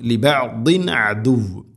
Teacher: തൻവീനു ശേഷം ഐനു വന്നാൽ ഇസ്ഹാർ, തൊണ്ടയിൽ നിന്ന് വരുന്ന അക്ഷരമാണ് ഐന്, ഹൽക്കിന്റെ അക്ഷരങ്ങളാണ്. അതുകൊണ്ട് അവിടെ വെളിവാക്കി ഉച്ചരിക്കണം.